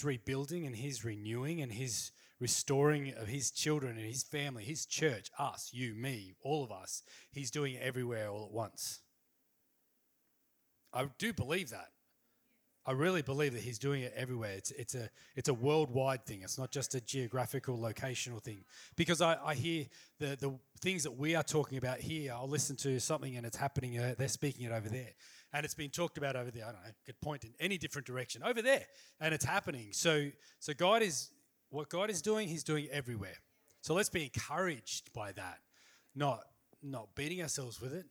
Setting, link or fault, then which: setting, large echoing room